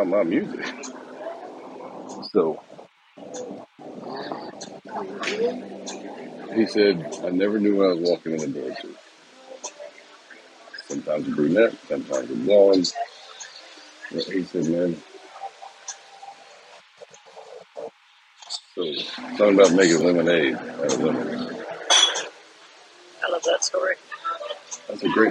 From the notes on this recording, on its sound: Sunday brunch in Key West with some technical difficulties, and later ice cream.